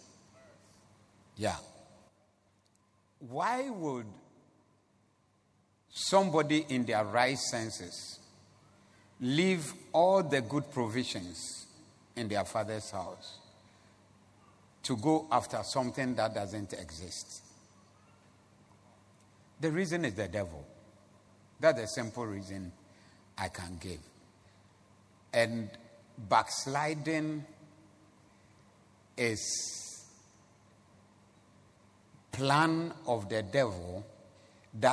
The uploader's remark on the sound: Preached at the Zeloo Service on 18092022.